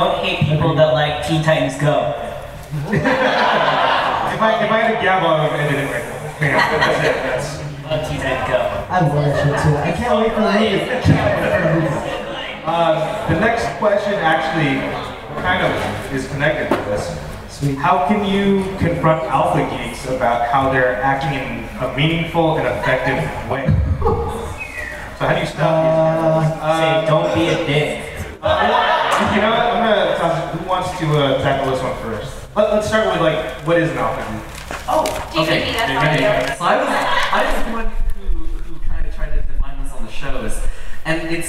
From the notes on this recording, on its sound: LIVE from WonderCon! Brings the show to WonderCon in lovely Anaheim, CA! It’s our first episode in front of a LIVE audience. The panel was titled “Uncomfortable Questions from a Terrible Hat”.